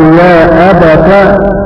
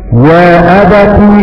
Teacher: قرأ أبو جعفر يا أبت بفتح التاء عوضا عن الألف · Shown in: first take